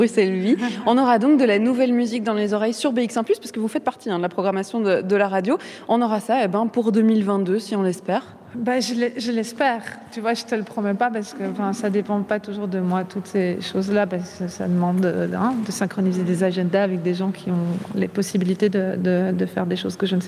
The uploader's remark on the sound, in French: Bruxelles vit ! – Depuis le festival Francofaune.